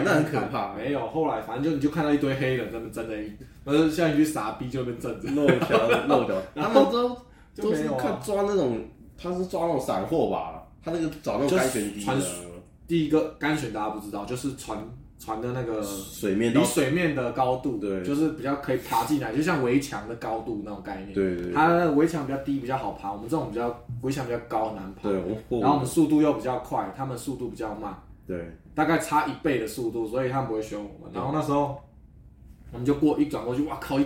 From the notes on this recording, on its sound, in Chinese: 這集的錄音設備還沒有跟上所以雜音較多